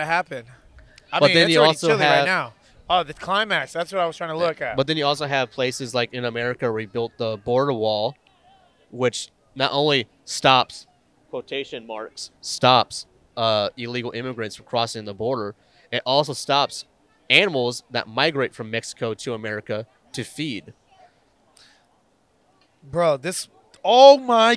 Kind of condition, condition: setting, busy venue